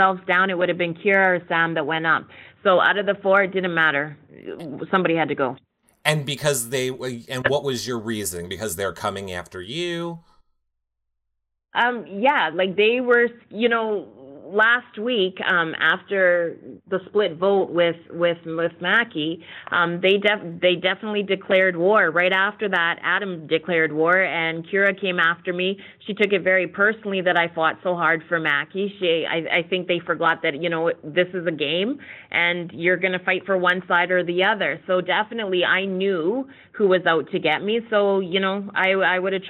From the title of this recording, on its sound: Phone Interview